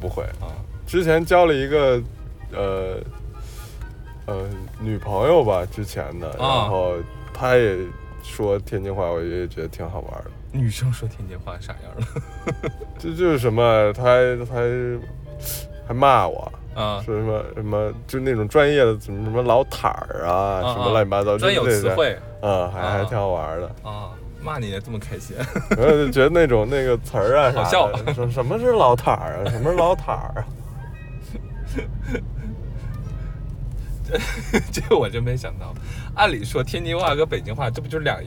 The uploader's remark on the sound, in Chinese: 本期录音来自周六演出当天前往拍摄场馆路途中录制